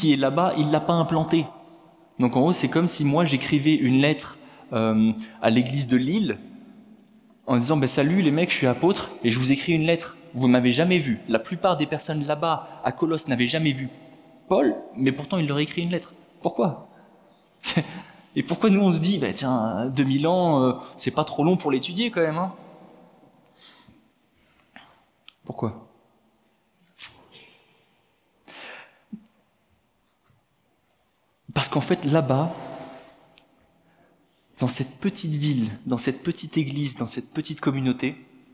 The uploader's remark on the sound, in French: Enregistré à l'église CVV, le 23/10/2022